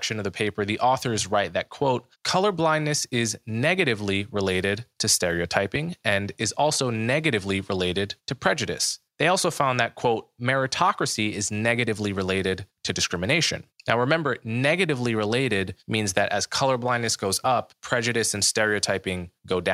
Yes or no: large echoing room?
no